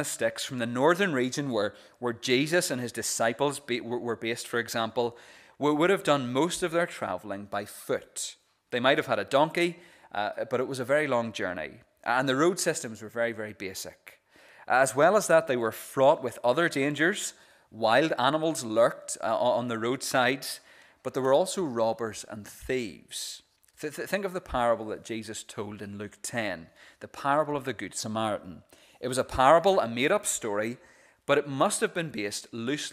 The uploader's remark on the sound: This is the recording of the Bible reading and sermon from our morning service on Sunday 30th April 2022.